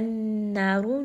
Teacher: noon has shadda, so this is going to have a ghunna. Make sure that you do bring this up into the nose. Ra in this case is going to be heavy because it has a dhamma.